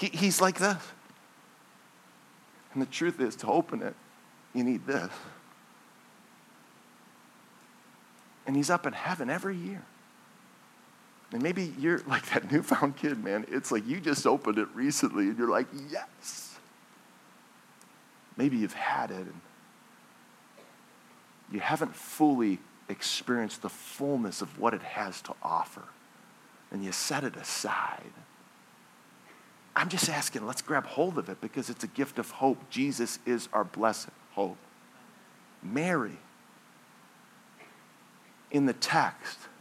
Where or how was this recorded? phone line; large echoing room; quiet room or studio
large echoing room